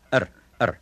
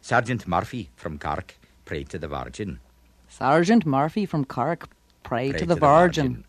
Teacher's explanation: if we went out to Cork, they have a different kind of an R. It's what's called a lingual R. Uh-huh. It's more like we associate with a Scottish R.